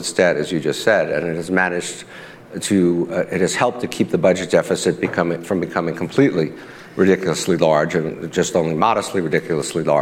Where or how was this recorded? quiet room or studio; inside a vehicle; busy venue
busy venue